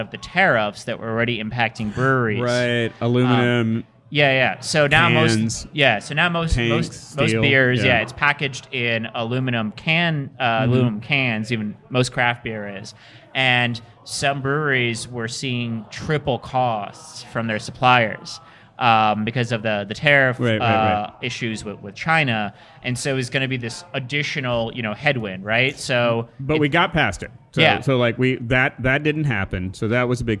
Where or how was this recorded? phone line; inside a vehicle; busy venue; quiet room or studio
busy venue